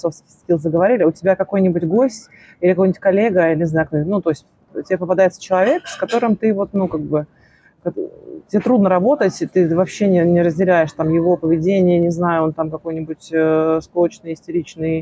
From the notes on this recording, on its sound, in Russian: Мы беседуем прямо из центра bar hub, можно половить шумов